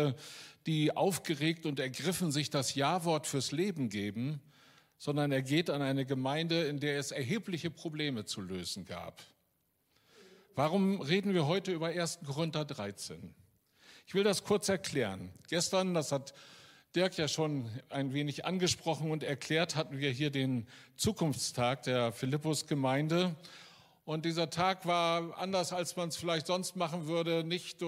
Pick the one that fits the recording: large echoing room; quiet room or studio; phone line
large echoing room